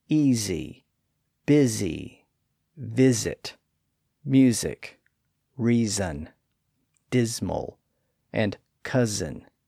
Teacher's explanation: those vowels on each side tend to produce voicing all the way through the middle of the word